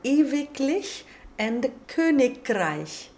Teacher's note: the final I-G will harden to a phonetic K, or you could also use a devoiced G, and then the suffix has a C-cedilla at the end of it